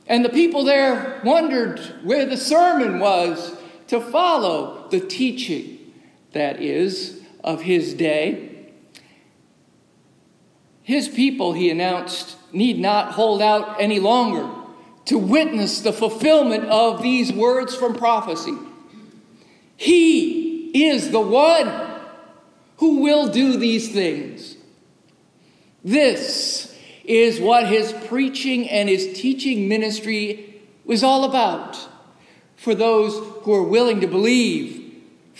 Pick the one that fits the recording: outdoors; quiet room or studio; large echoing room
large echoing room